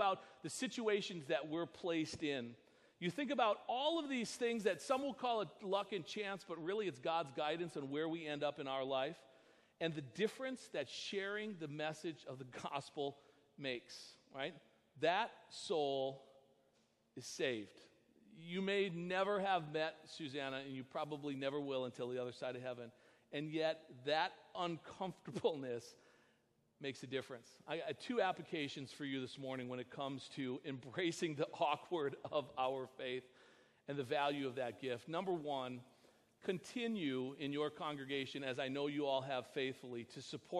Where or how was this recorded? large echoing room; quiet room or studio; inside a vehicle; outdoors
large echoing room